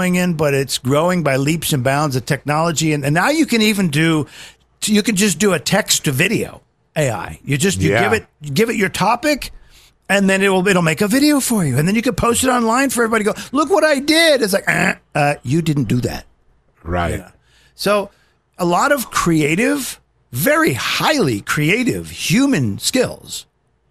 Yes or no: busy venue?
no